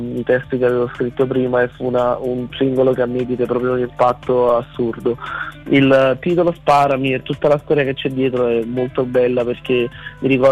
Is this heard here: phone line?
yes